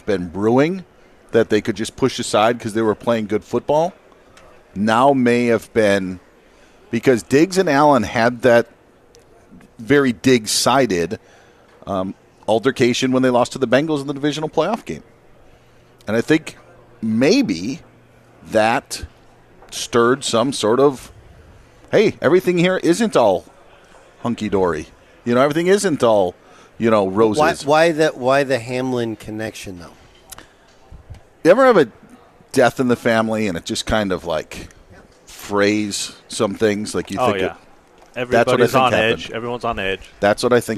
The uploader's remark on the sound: Live from the US Open at the Los Angeles Country Club!